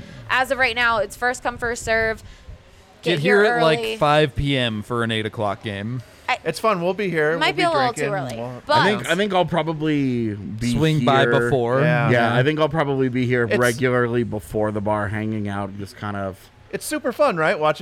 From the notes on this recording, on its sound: come to you live from the DNVR Bar